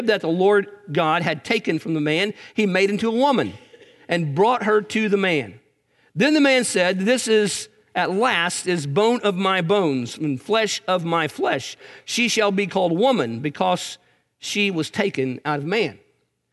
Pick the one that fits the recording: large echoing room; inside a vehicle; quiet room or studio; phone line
large echoing room